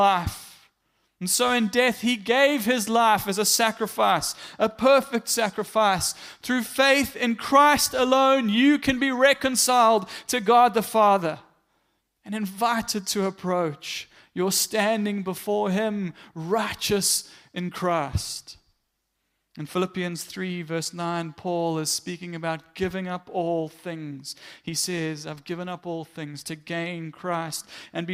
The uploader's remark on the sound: Morning Worship Service - 18 September 2022